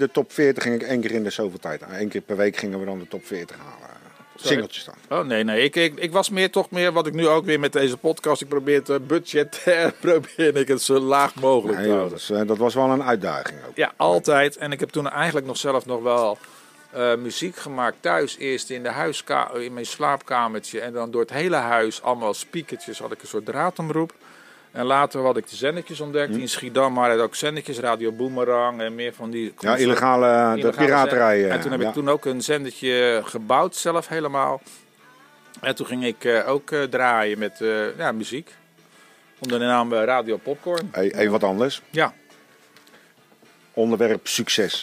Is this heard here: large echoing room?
no